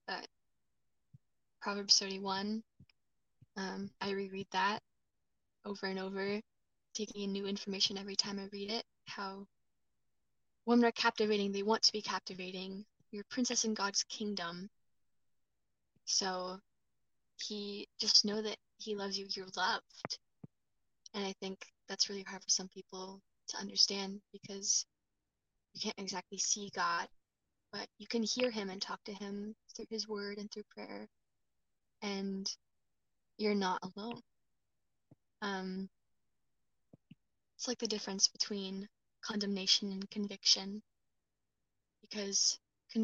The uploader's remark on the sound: I desperately need a new mic